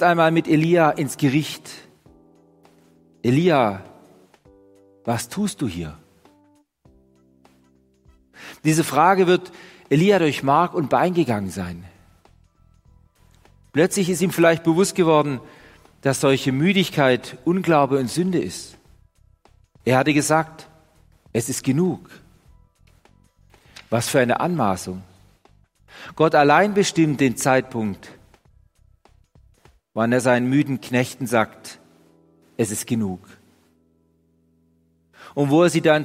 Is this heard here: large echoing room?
yes